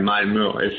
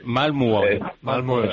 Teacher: Oye, una primera pregunta, ¿cómo se dice Malmö? Se dice, la O del final es un poco complicada, es como una O que se pronuncia como una E, Malmö, no es fácil, la verdad, de decir.